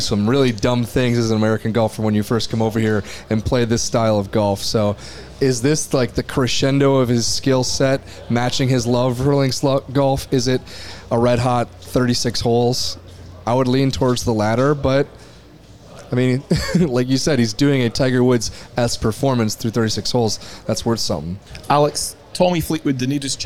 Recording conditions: outdoors